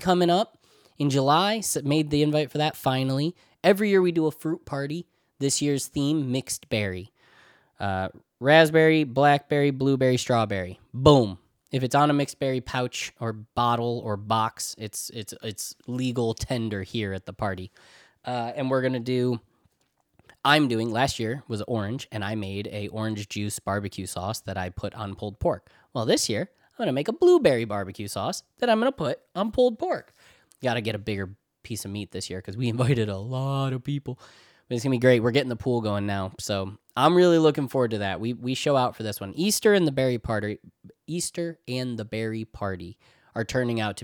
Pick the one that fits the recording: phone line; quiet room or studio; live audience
quiet room or studio